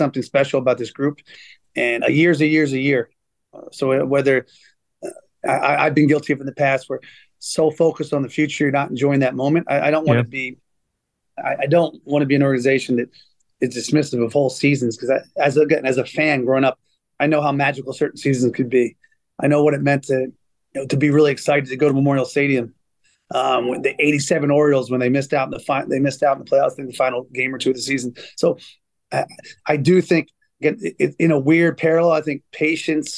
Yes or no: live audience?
no